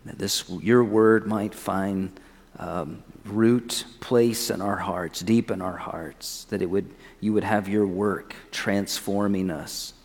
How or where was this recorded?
large echoing room